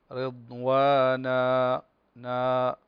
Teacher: بالنسبة لكلمة رضوانا فهنا مد عوض، مد عوض، فنقف على رضوانا نا، كل مد العوض ومن ملحقات المد الطبيعي فنقف عليه بمقدار ألف أي مقدار حركتين